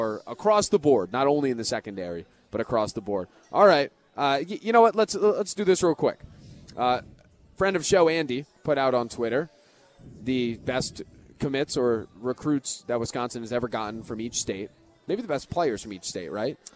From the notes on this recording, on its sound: live at Monk's in Sun Prairie